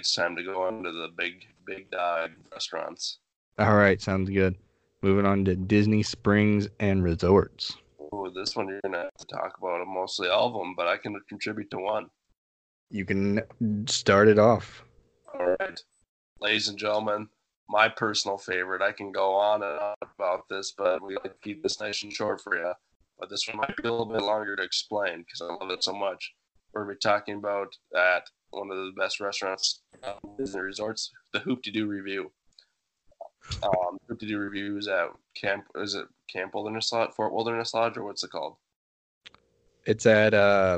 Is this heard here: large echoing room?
no